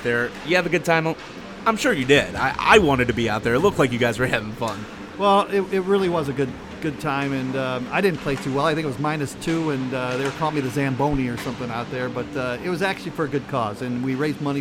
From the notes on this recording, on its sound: Live from Training Camp. Live from Centre Ice Arena in Traverse City, Mich. During the 2014 Detroit Red Wings Training Camp.